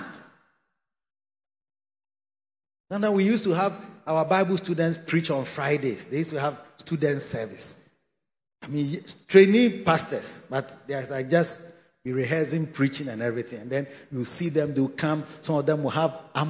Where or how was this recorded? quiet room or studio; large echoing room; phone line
large echoing room